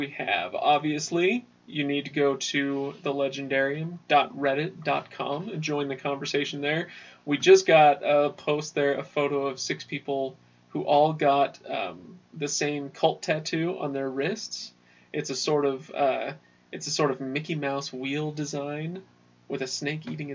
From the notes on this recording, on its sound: Poor audio. Sorry about the ramshackle state of our audio quality! The guys didn't have their regular setup.